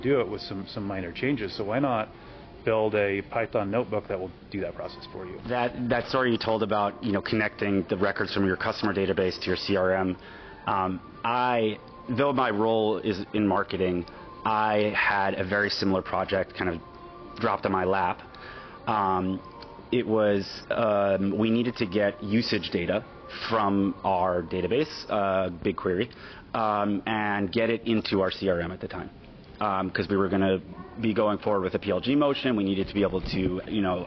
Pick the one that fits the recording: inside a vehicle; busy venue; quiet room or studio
busy venue